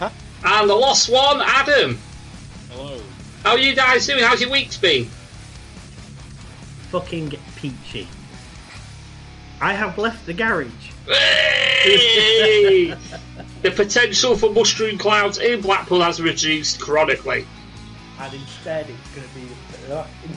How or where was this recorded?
video call